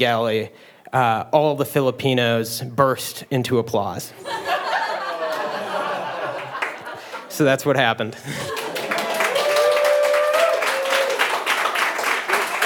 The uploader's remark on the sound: You never know what you'll get when the audience steps up to the mic.